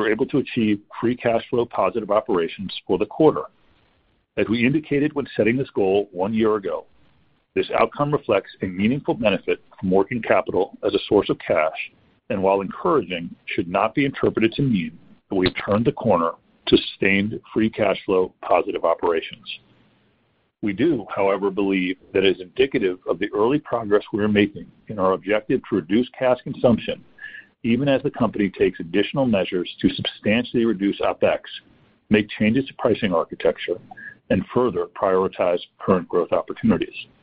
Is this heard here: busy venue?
no